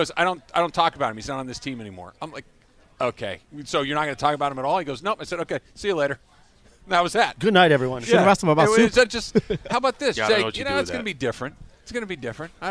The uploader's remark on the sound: LIVE from The Genesis Invitational at the Riviera Country Club.